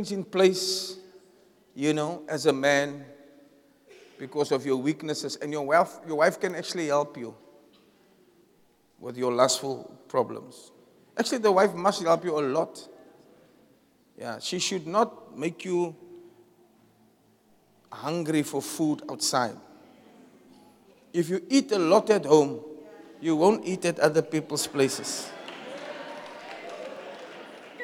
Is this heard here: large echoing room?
yes